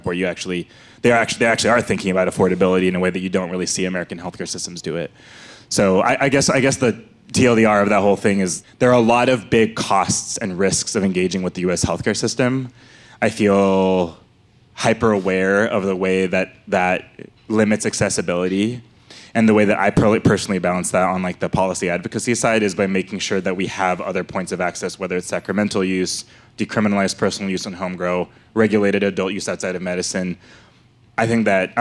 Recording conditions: busy venue